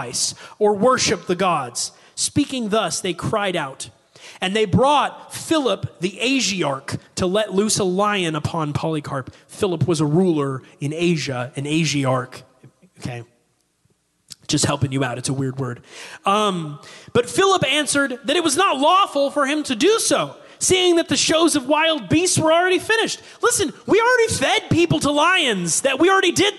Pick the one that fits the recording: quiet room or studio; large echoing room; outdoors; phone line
large echoing room